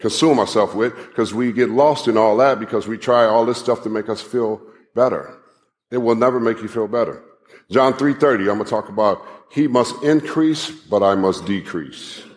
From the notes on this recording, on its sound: live message from the Kingdom Men's Gathering